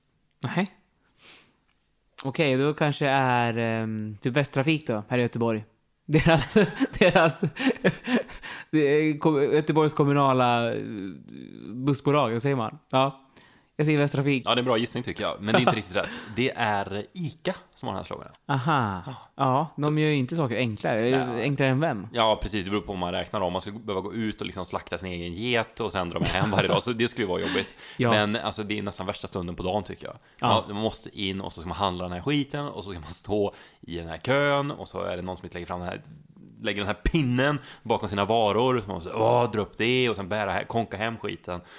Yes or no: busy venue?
no